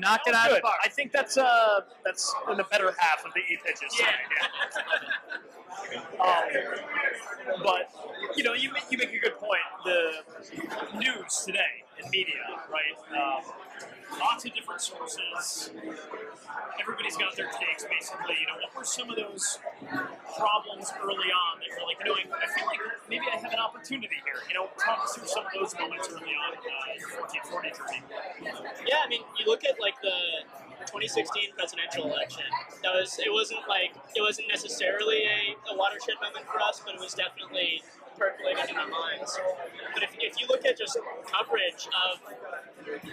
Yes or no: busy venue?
yes